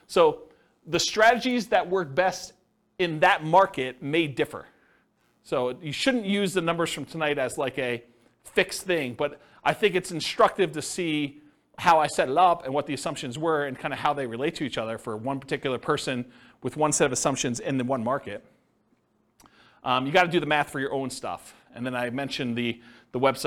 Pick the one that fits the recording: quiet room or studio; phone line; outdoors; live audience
live audience